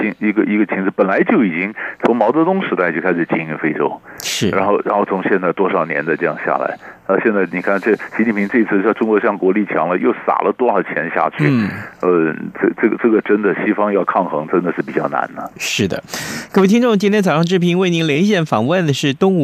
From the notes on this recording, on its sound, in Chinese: 連線訪問